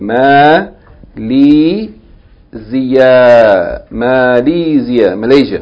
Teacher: There are three long vowels in this word.